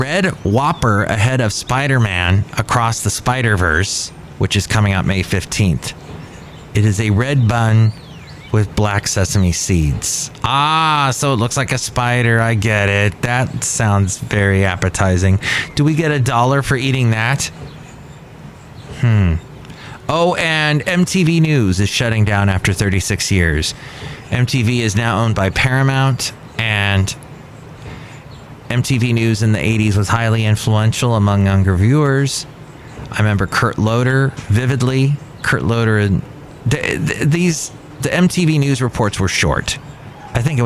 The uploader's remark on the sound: podcasts live from Café Anyway